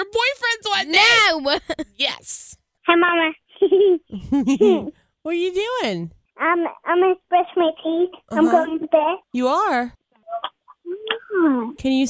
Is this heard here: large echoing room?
no